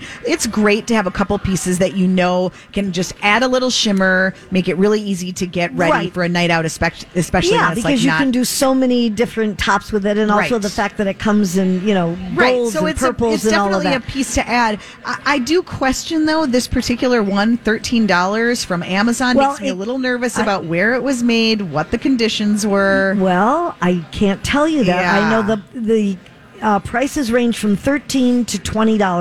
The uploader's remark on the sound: Live at the General Store of Minnetonka